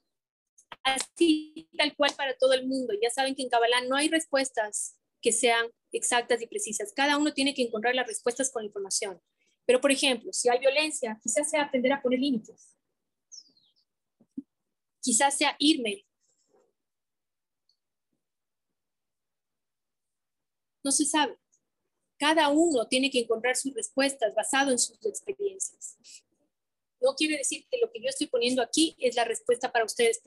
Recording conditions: drop-outs